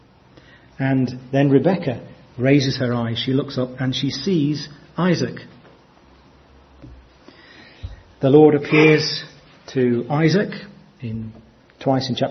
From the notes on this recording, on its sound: from our 2014 conference